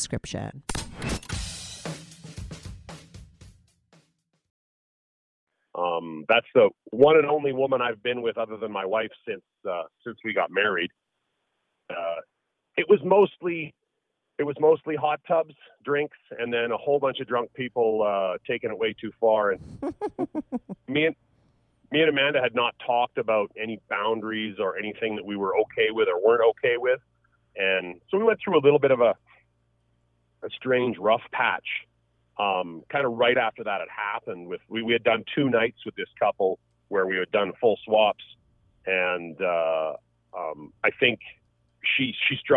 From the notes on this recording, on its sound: they both called in to talk all about it